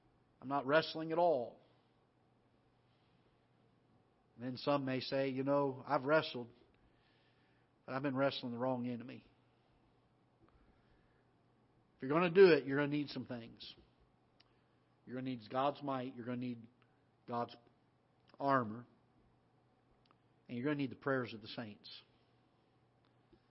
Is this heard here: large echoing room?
yes